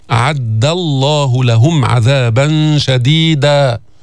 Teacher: مد العوض شديدا حركتان